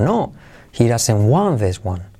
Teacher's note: El no, porque es negativa, me da la pista de cuánto alto puede subir la frase. · Term: Entonación